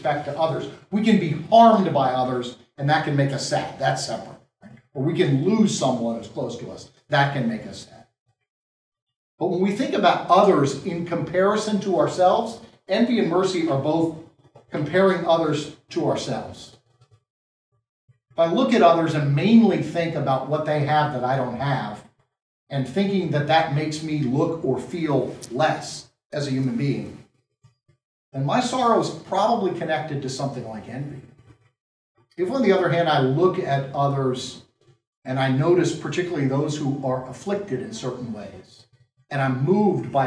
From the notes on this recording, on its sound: This lecture was given at the University of Maryland at College Park